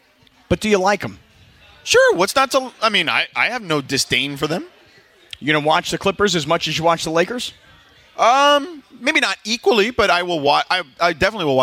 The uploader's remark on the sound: HR 1: Another Remote! Live at Hollywood Park Casino.